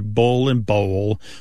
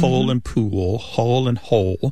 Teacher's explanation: pull and pool, hole and hole, they all end in that L sound. And that L at the end of the syllable is known as a dark L. So the physical act of pronouncing that dark L kind of requires the back of the tongue to raise toward your soft palate.